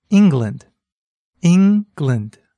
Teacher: Can you hear where the stress is? It's on the first syllable, ing.